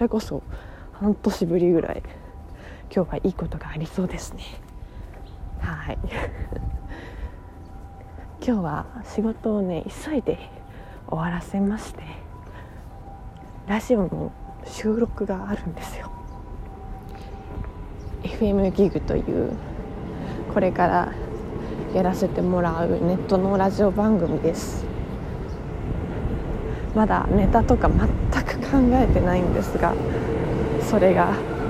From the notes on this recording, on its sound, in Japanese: 歩きながら電車に乗るまでの12分間ラジオです